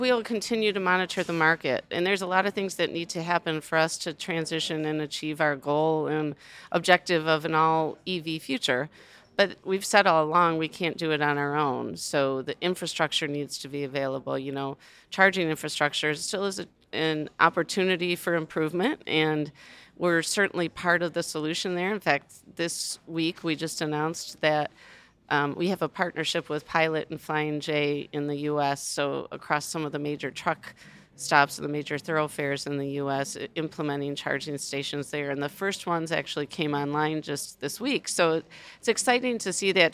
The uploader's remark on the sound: recorded live from COP28